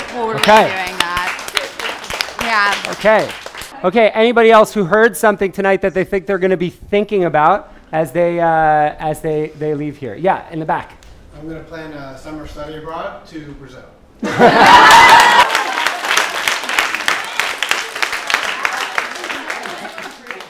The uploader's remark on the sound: Recorded at the touchpoint town hall in NYC on May 1, 2018 at The Assemblage Nomad.